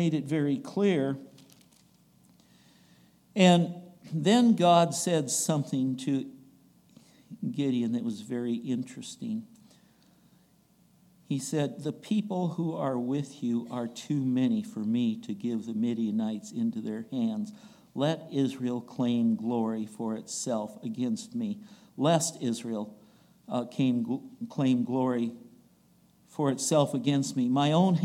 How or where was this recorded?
large echoing room